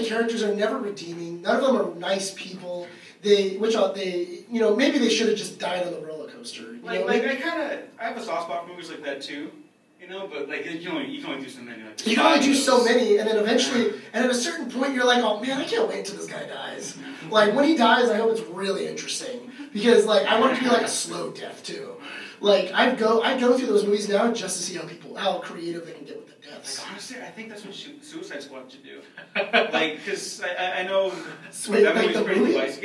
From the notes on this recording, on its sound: The Waffle Press Podcast held our first ever panel at LA Comic Con.